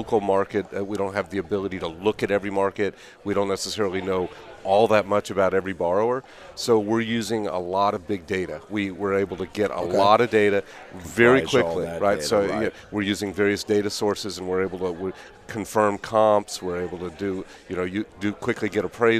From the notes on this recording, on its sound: VoiceAmerica Live Broadcast From Scottsdale Arizona! A one day event for real estate professionals with Live Interviews on Site.